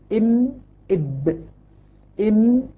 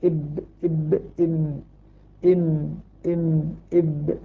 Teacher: الميم والباء من بين الشفتين بانطباقهما إم إب إم. ويقول العلماء أن الميم يعني يشترك فيها باطن الشفة أدخل من الباء، إب إب إم إم إم إب، لكن كلاهما بإطباق الشفتين.